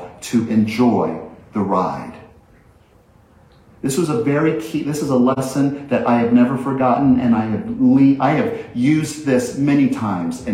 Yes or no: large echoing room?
yes